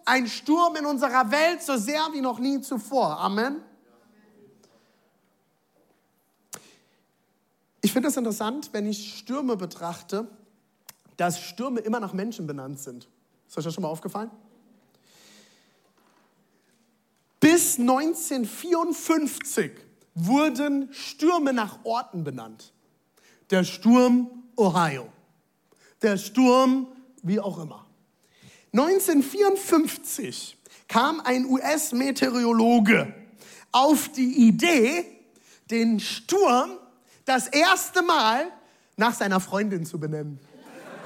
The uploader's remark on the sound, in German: Audiomitschnitt der Predigt